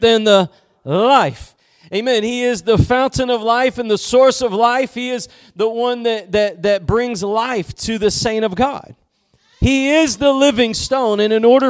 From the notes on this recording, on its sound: Preached at Gospel Lighthouse in Bossier City, La.